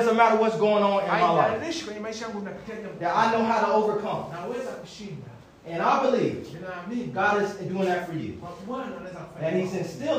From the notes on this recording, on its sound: Listen to this message that I preached at a local church in Zanzibar.